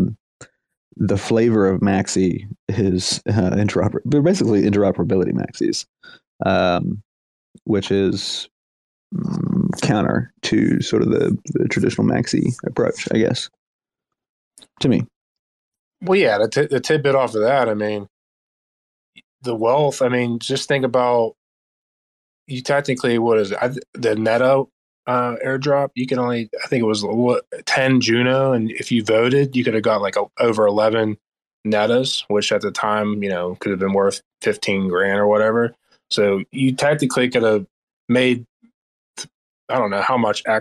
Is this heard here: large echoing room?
no